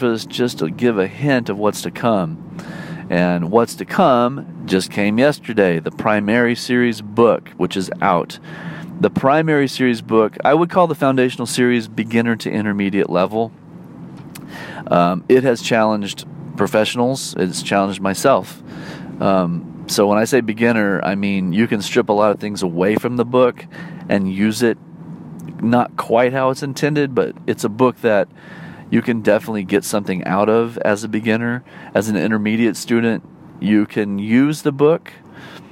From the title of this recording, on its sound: talks about life while driving to a gig